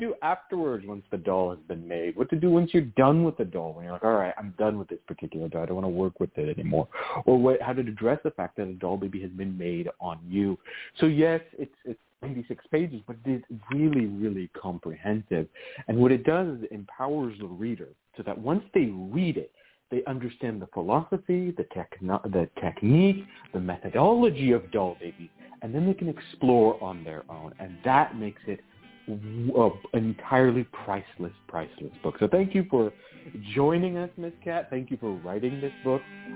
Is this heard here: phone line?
yes